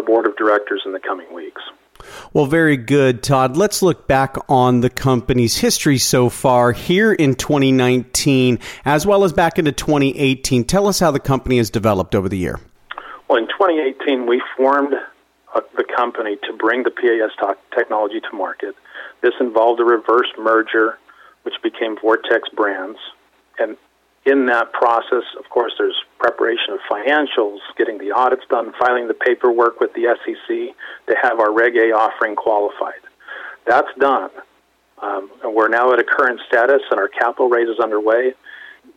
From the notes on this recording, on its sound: called in to SmallCapVoice